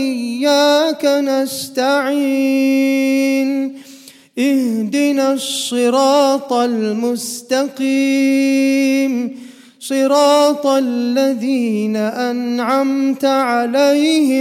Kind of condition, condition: setting, large echoing room